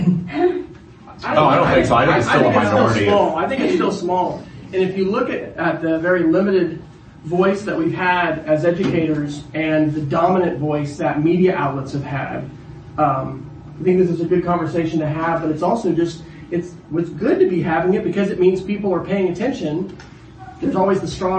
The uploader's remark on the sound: This podcast is an audio recording of the session. At EdCampOKC.